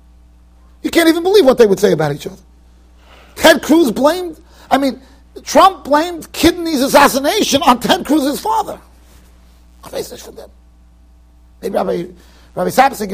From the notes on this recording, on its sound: Shiur recorded in Yeshivas Ohr Reuven, Monsey NY.